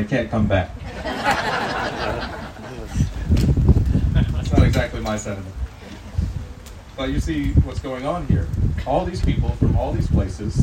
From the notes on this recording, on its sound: Apologies for the audio quality on this recording. We are working to resolve the issue.